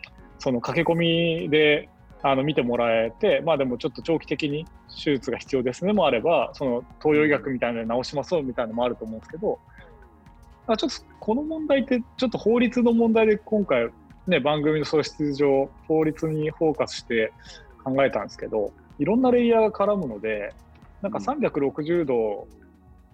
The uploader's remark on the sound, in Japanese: 収録はzoomを活用して遠隔で行いました。音声が聞きづらい部分がある点、ご了承ください。